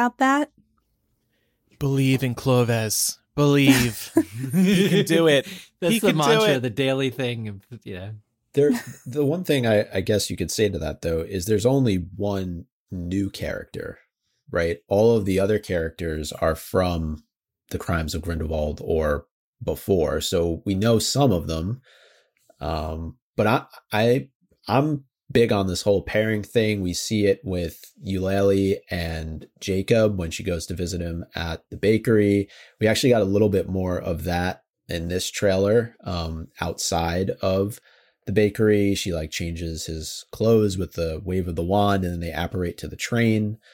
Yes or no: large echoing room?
no